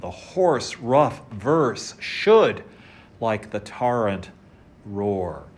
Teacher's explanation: we're getting all those stressed syllables in a row